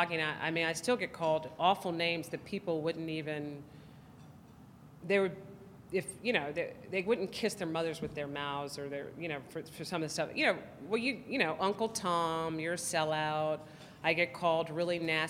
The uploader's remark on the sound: Her presentation, which was joined in progress, was recorded at the Institute's Texas Women's Summit in Fort Worth on October 23, 2015.